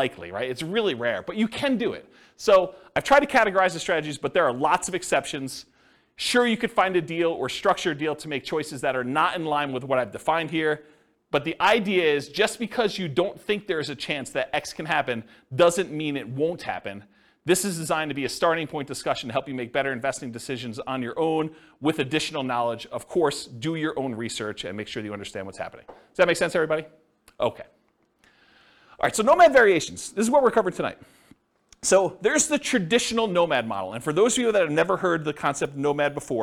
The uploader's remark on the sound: This was a live class recorded